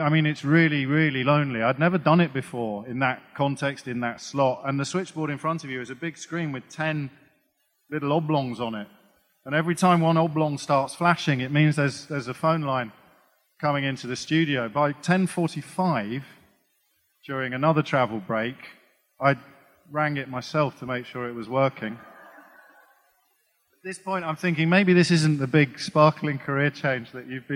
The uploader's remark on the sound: Recorded on 10th Feb 2020 at EartH Hackney.